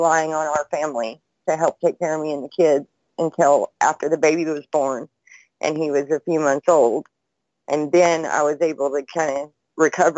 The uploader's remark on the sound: Freedomain Call